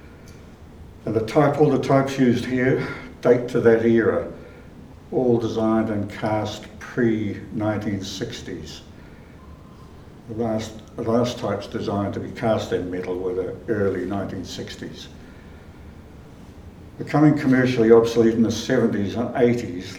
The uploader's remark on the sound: Recorded at the exhibition opening on the 31 March 2023.